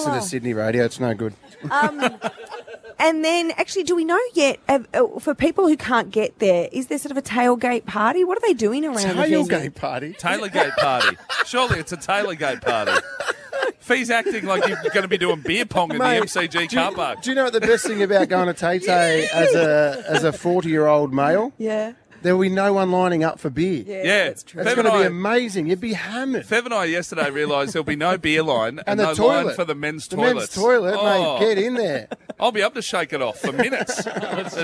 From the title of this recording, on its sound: Brekky In The Burbs LIVE from Southbank